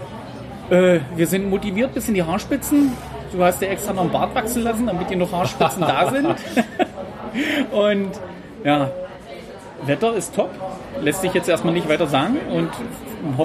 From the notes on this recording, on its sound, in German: live Vor Ort in Weinstadt vor das Micro bekommen